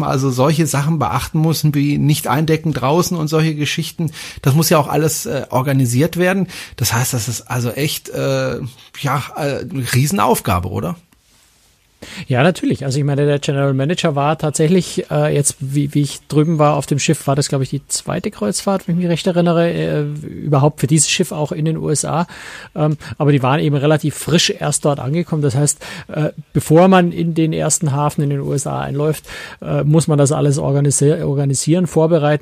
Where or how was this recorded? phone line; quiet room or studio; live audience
quiet room or studio